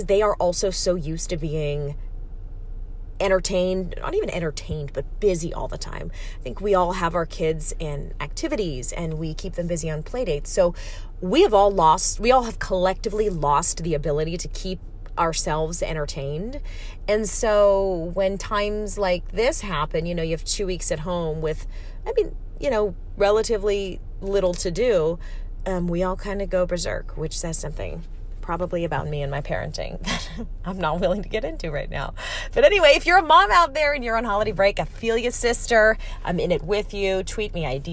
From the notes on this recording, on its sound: I'm on a solo journey comin' at you LIVE from my van, like the true professional I am.